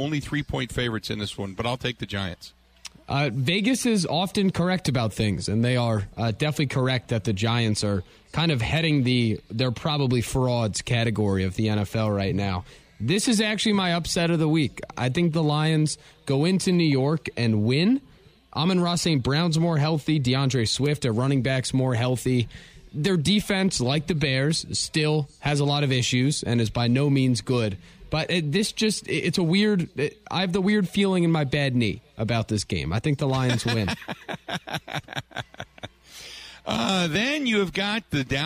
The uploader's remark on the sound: live at the Brat Stop in Kenosha